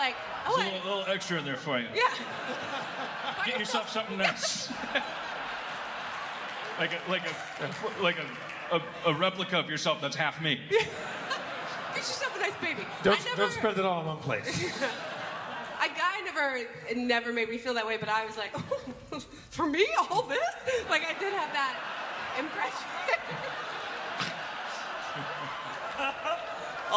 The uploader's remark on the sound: Live At JFL Toronto 2016